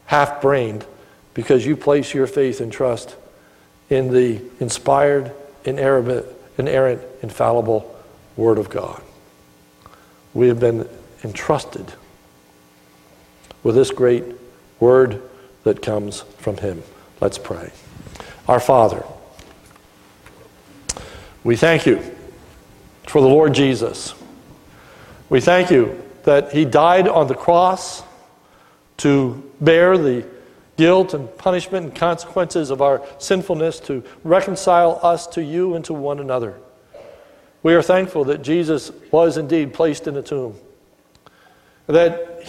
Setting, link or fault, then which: setting, large echoing room